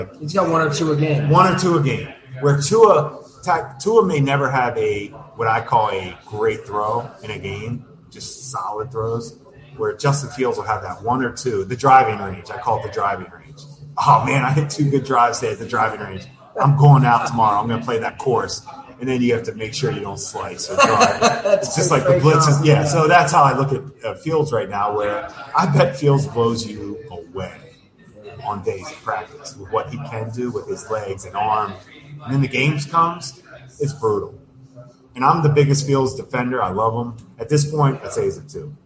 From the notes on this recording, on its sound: Live from Fattey Beer Company